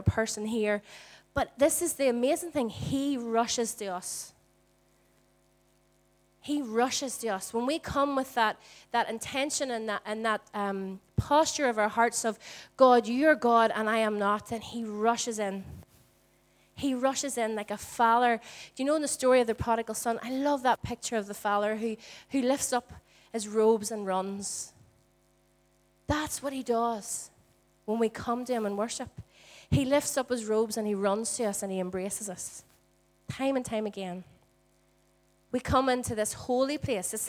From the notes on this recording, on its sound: Recorded at our Storehouse Venue on 22/04/18.